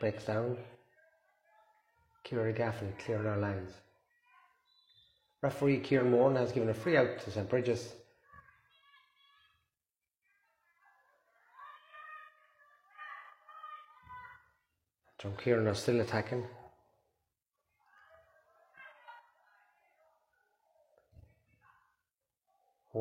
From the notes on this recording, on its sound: Live Audio Commentary from Aughawillan